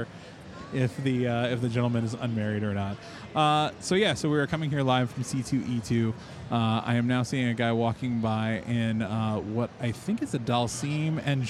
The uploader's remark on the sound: LIVE! from C2E2. I was asked to help man the Harold Ramis Film School booth at C2E2 and I decided to do a live recording of the podcast there.